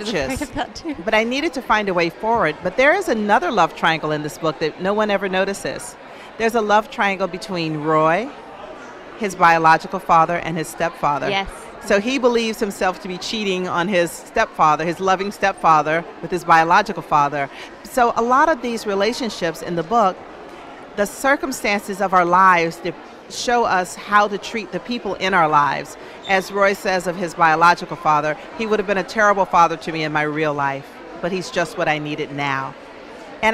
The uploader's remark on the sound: Emirates Airline Festival of Literature. Live at the Emirates Festival of Literature 2020.